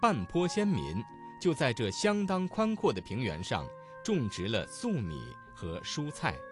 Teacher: 声母是翘舌音的字有在这的这、种植二字、蔬菜的蔬